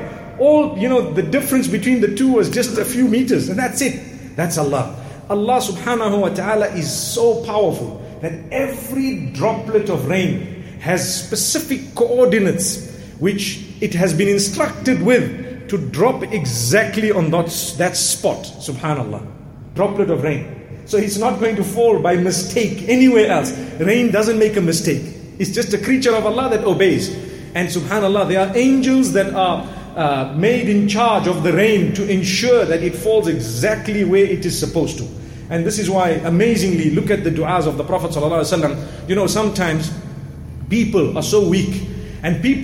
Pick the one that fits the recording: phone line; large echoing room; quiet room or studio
large echoing room